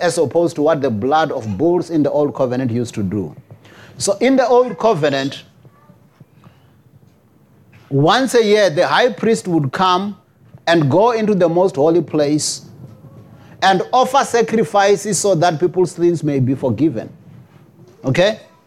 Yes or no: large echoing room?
yes